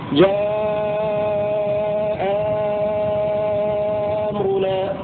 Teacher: تحقيق الهمزة الأولى وإبدال الهمزة الثانية حرف مد محض من جنس حركة ما قبله · Term: محض المد